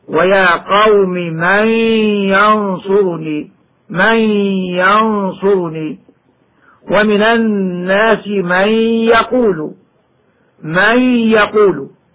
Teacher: إدغام النون في الياء بعدها · Term: الإدغام بغنة